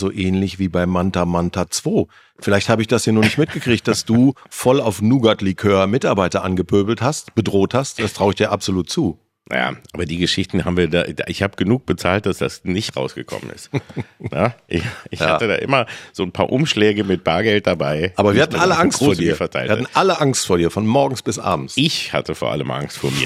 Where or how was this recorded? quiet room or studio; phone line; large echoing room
quiet room or studio